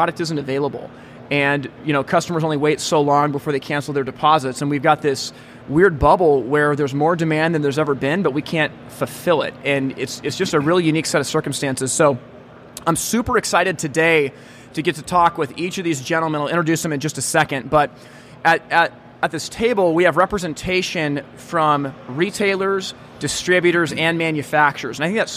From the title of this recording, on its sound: Live from HPBExpo 2022